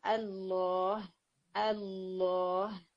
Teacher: جیسے استاذہ کریمہ کی بک کے اندر بھی یہی چیز مینشن ہے کہ اللہ کے اندر لام التعریف یہ ورڈ تھا الالہ، اور اس میں لام التعریف جو ہے وہ الہ کے لام کے ساتھ مرج ہو گیا · Term: ادغام شمسی